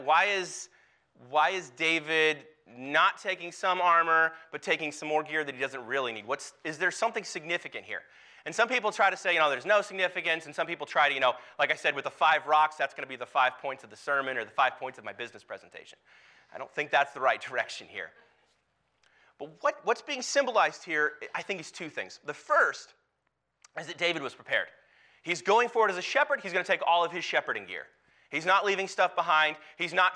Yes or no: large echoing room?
yes